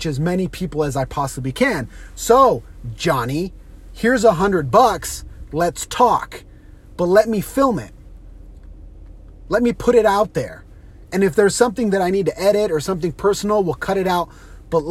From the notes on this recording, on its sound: On today’s carcast